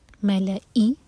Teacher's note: الم تر تلیت راہوی الى الملأ، الى دو سلیبل والا ورڈ تو ای پر زور، الى الملأ میم کے بعد جو لام الف ہے، لام پر فتح ہے اور پھر حمزہ پر کسرہ، ملأ اور حمزہ کا کٹ آف ساؤنڈ کلیئر آنا چاہیے